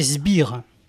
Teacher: La rencontre importune en début de mot de la consonne fricative alvéolaire sourde « s » et de la consonne occlusive bilabiale voisée « b » est du plus mauvais effet.